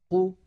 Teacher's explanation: أن أزمنة الحروف المتحركة واحدة، يعني أننا عندما ننطق حرفا مفتوحا ق فزمنه يساوي زمن الحرف المضموم ق، يساوي زمن الحرف المكسور ق · Term: إتمام الحركات